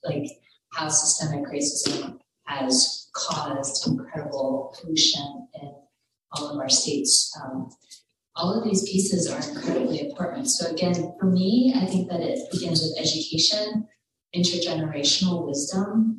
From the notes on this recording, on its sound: A recording of the panel discussion at the 2023 Black Health Matters Conference